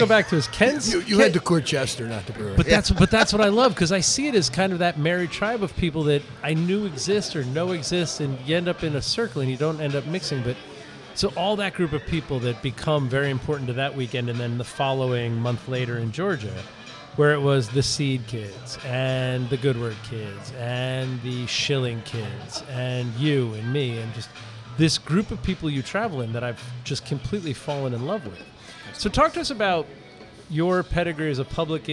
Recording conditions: busy venue